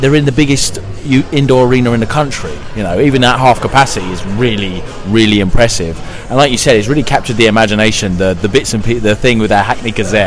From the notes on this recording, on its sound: Live from The O2 Arena in London for 'British Beef'. Starting in the lounge where we give our pre fight thoughts before we head ringside.